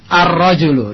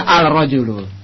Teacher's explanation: Lamnya. Masuk ke dalam huruf setelahnya ra · Shown in: first take · Term: huruf al-syamsiyah